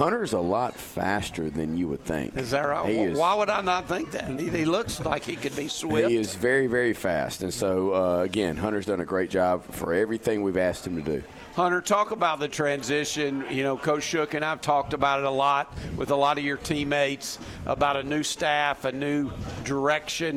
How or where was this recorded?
busy venue